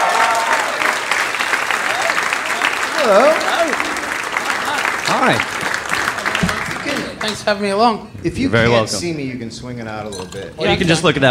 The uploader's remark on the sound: Live in Australia